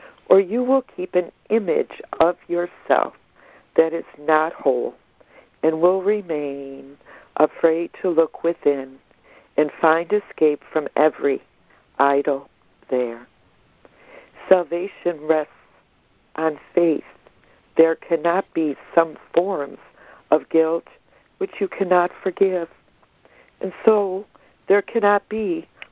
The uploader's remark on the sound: ACIM Daily Conference Call.